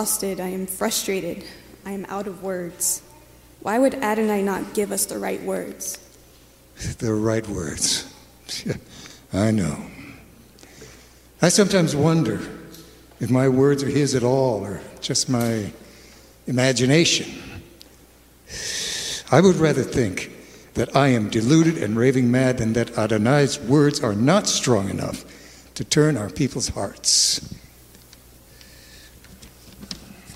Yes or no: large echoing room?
yes